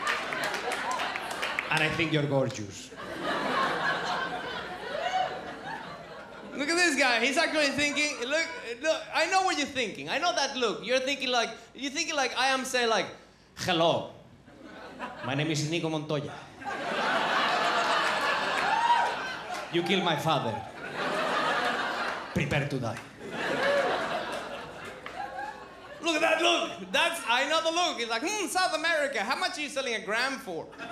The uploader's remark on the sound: Recorded at the Melbourne International Comedy Festival's Comedy Up Late for ABC2